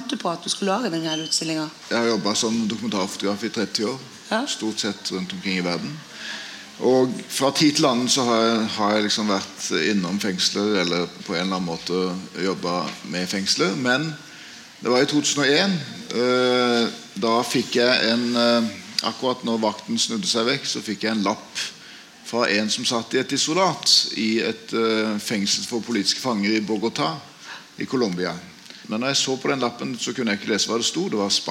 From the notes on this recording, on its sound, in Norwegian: Røverradion sender live fra utstillingen på Nobels Fredssenter.